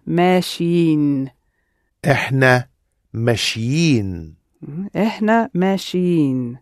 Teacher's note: But it picks up a little y just to make the pronunciation easier.